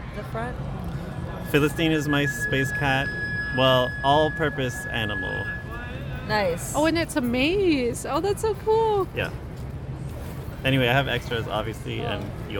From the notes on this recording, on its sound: We took a break, sat on a large rock in a park, and recorded this mini-episode!